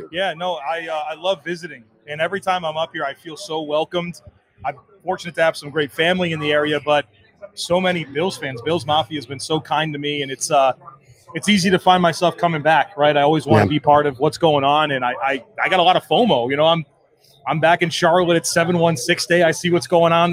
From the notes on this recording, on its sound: Another installment of the "Live from Imperial" series. Live from Imperial Pizza in South Buffalo (1035 Abbott Road).